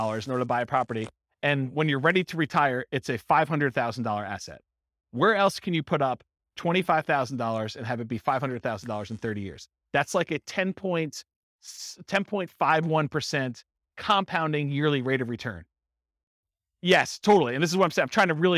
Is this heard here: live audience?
yes